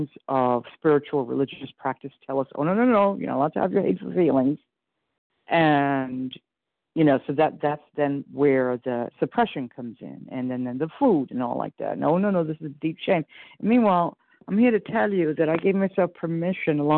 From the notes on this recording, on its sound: 100 Pounders Phone Meeting, 3/26/23